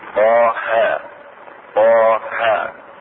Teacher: فلا مد في قوله تعالى الا مدا واحدا حركة واحدة